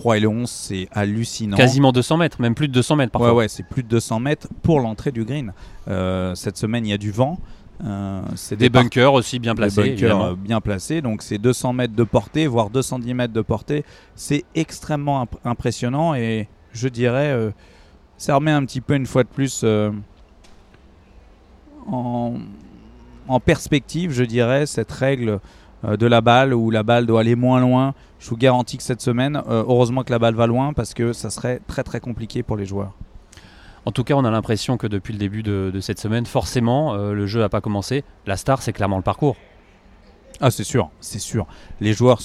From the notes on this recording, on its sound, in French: On vous propose un podcast en direct d'Oak Hill.